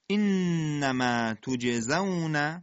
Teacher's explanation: نون مشدد دو حرکت غنه، توج قلقله جیم، توجزون ز سفیر داره